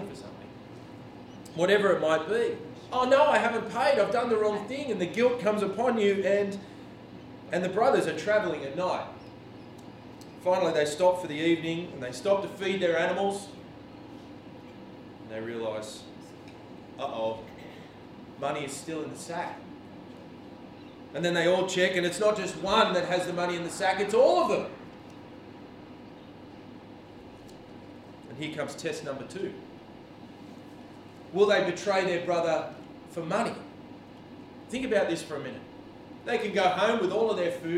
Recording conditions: large echoing room